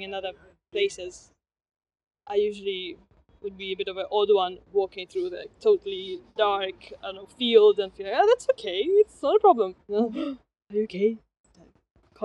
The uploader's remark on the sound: They were both working on the Yoga Paviljong project in Vasaparken, where we have done the recording this episode.